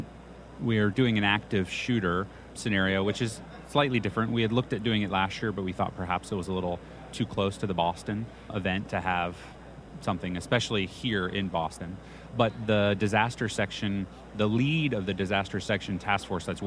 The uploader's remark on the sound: on the floors of the American College of Emergency Physicians annual meeting in Boston, MA